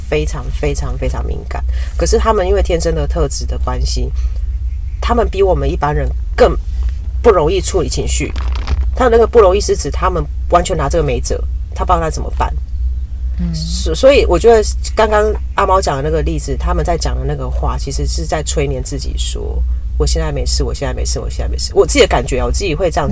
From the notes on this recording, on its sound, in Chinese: 是坐在車子裡錄音，因此除了蟲鳴鳥叫和經過的機車聲之外，也還有車子內皮革的聲音，錄音品質不佳，還請聽眾朋友多多見諒。